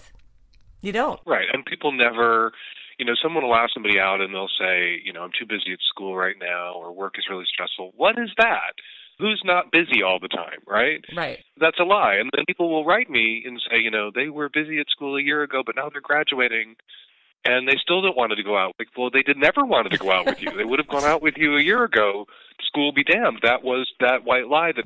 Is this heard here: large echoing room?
no